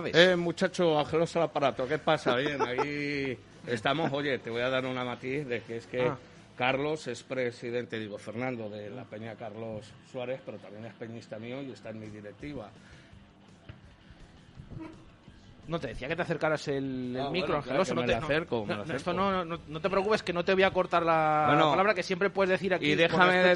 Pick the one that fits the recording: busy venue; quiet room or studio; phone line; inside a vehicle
busy venue